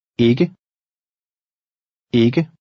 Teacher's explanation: The double K sounds like a cross between a G and K.